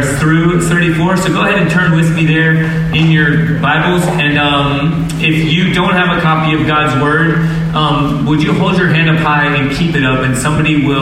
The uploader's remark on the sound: low-quality audio